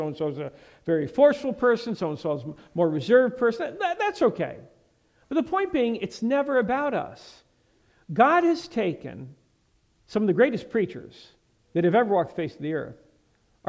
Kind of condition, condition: setting, large echoing room